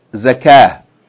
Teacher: If they have a fathatain on the end, the rule for them is if you stop on it, you're not going to pronounce the fathatain, nor are you going to pronounce the ta marbuta as ta, as t, but you're going to pronounce it as h.